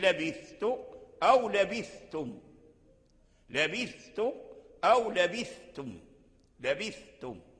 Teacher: الثاء مهموسة خفية وزاد إخفاءها أنها ساكنة، زاد إخفاءها أنها ساكنة، لأن الإخفاء مع السكون يكون أكثر، · Term: إظهار الثاء